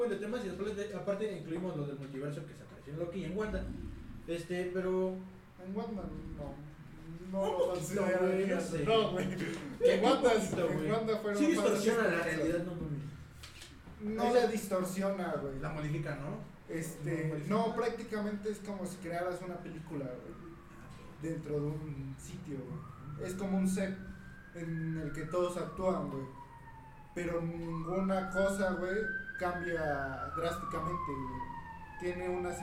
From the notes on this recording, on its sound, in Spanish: Por el ruido de fondo y por si se escucha baja la voz, cambiamos de locación de grabación y hacemos lo mejor que podemos.